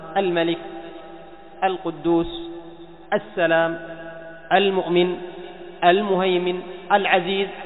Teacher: أما همزة الوصل التي دخلت على الحرف التي هي لام التعريف، فإنها حال البدء بها تكون ماذا؟ تكون مفتوحة